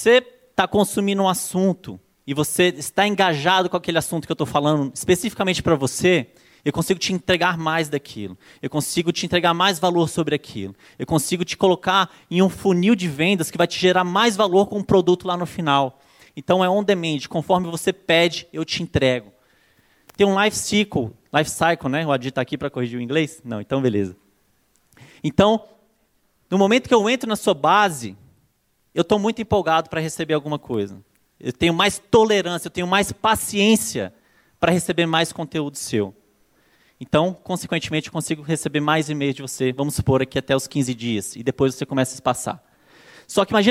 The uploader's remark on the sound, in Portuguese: palestra exclusiva, ministrada no Acelerador Digital ao vivo 2015